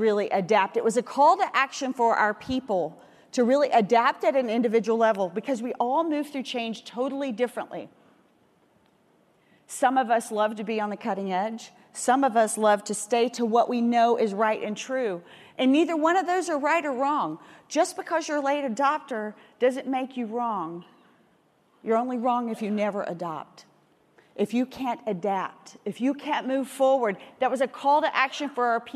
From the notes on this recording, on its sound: the Day02 Industry Keynote from FreightWaves LIVE Chicago 2019